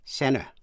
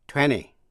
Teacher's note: Trong khi nói, người Mỹ đọc lướt qua vần T. Nếu trước nó có vần N và sau đó có một nguyên âm, tức là vowel. · Term: Silent T